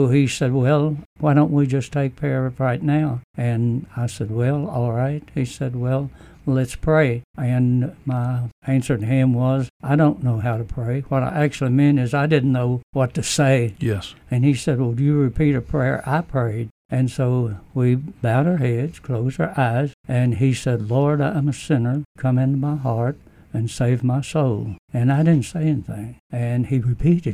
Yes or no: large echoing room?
no